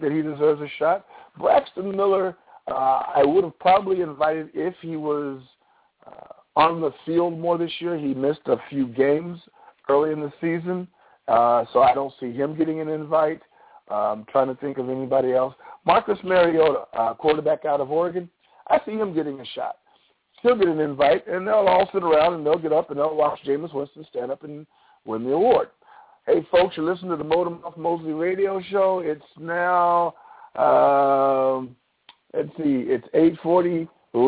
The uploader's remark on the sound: All Call in tonight.